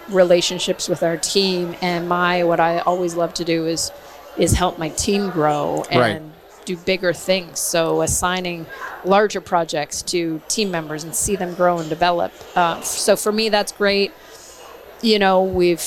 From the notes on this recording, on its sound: This podcast episode was recorded live at GO WEST® 23 and produced by Road 55 .